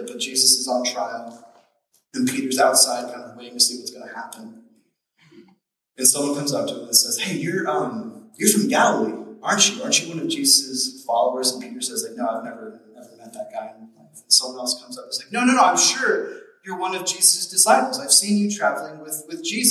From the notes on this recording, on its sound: We apologize for the poor audio quality in this message as we were experiencing technical difficulties.